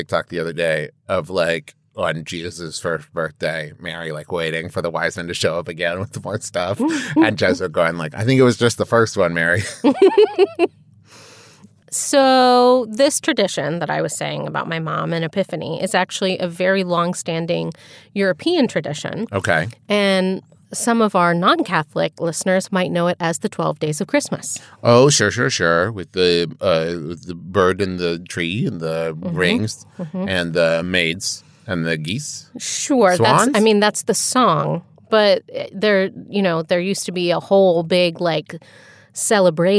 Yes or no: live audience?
no